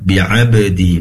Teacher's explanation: pastikan memantul qalqalah daripada sifat ba' ya